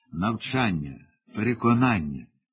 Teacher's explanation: Навчання, запитання, писання, видання, переконання, завдання. Всі вони повинні наголошуватися на передостанньому складі.